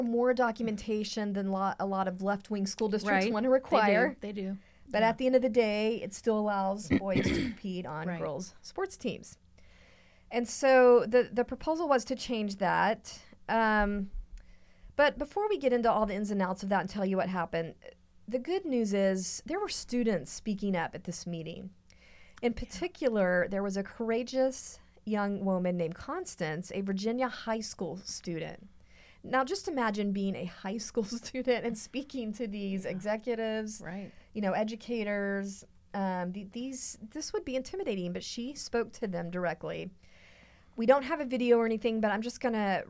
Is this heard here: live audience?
no